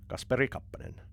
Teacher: you pronounce the first syllable strong, second lower, third then middle, and you have to determine if it's a compound name.